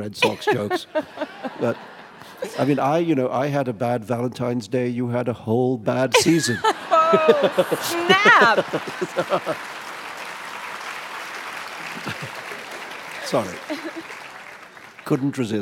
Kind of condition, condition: setting, live audience